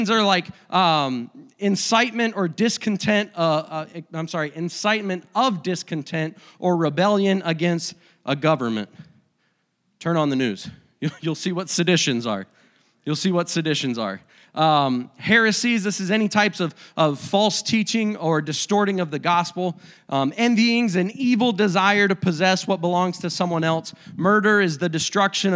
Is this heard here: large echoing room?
yes